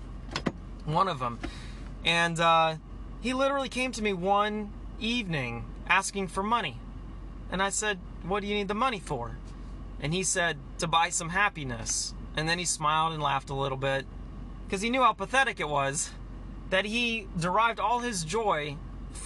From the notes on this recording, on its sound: Sorry this was recorded in the car.